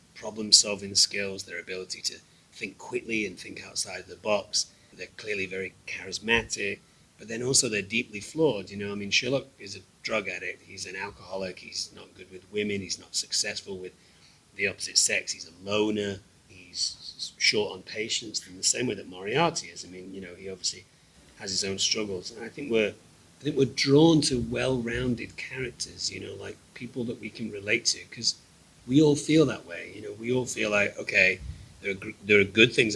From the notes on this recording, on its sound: We return to San Diego to bring you Part One of our coverage from the biggest event in entertainment. Coverage from both inside and outside of the convention center.